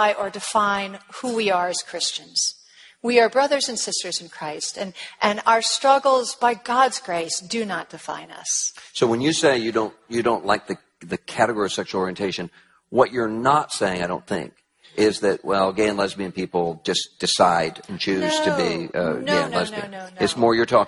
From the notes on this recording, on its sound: on a panel at the 2014 National Conference